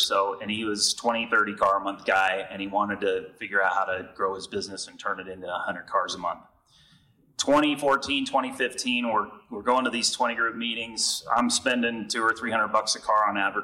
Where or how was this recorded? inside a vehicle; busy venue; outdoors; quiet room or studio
busy venue